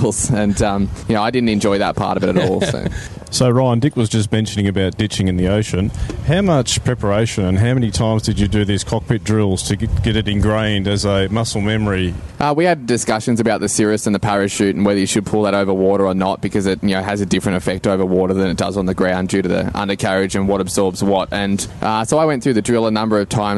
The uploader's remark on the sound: At the recent AusFly event. To record a quick chat.